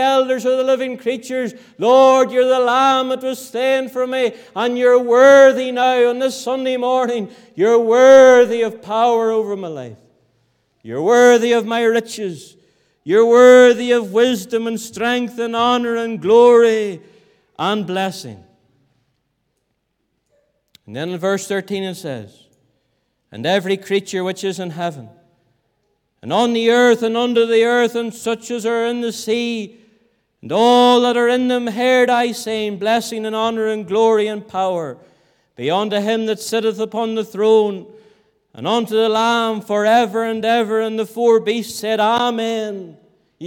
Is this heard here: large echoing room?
yes